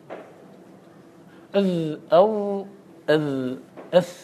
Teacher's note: فالظاء والذال والثاء هذه الثلاثة تخرج من طرف اللسان وطرف الثنايا